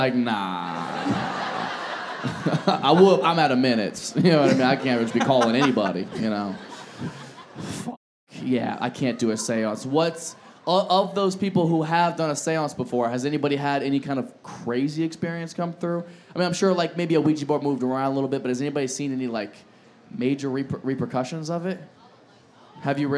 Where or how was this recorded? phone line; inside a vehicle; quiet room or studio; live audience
live audience